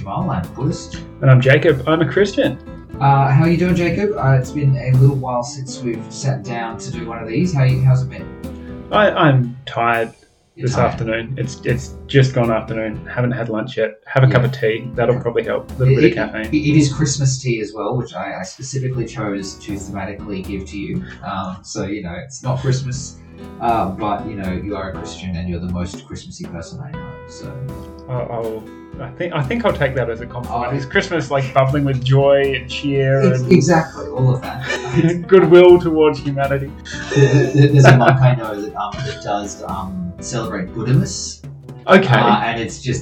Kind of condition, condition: fault, poor sound quality